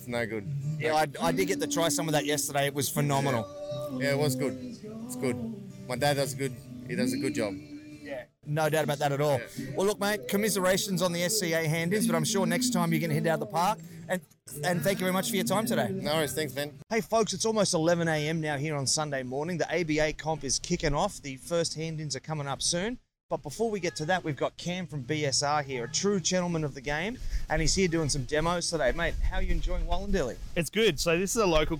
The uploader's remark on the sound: Live at the Meat in the Dilly BBQ Festival. Grabbing my video camera and microphone, I headed around the Festival, striking up conversations with some of the most interesting people on the competition BBQ circuit.